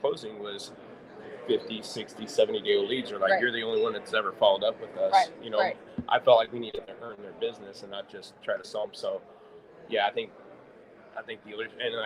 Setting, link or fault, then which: setting, busy venue